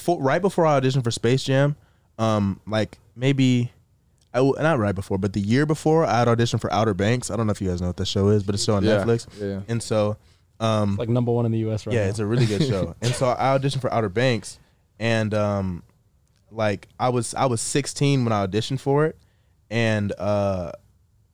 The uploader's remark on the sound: He hops in the truck